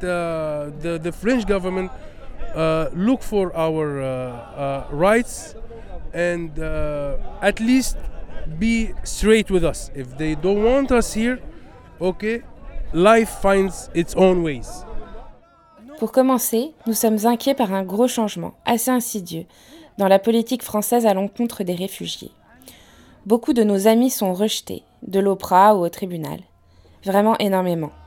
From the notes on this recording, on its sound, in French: À l'antenne de Radio Debout. À l'occasion de la marche contre les violences policières. Nous vous rediffusons ce plateau enregistré en direct de la place de la République.